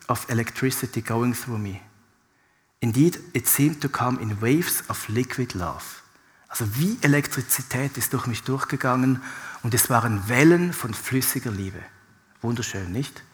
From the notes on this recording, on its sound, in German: Live aus Winterthur der Dienstagsgottesdienst